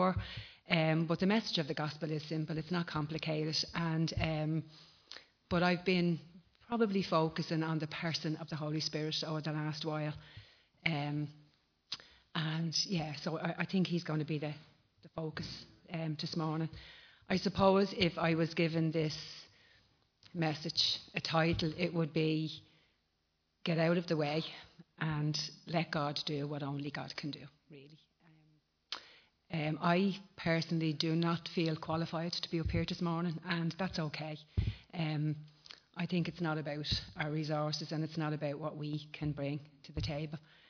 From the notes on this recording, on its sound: Recorded live at Liberty Church on 13th October 2019